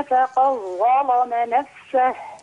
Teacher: وهذا هكذا يقرأ ورش، يفخم اللام لمجاورتها للظاء ويدغم دال قد في الظاء بعدها · Term: فخمت اللام